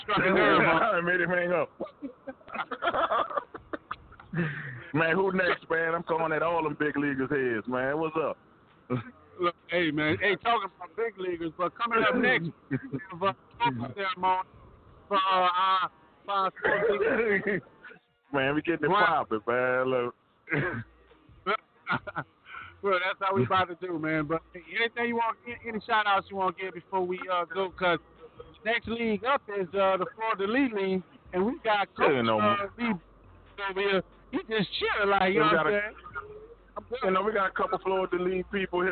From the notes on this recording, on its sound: Draft Show at BWW Houston. We Live from Buffalo Wild Wings Houston.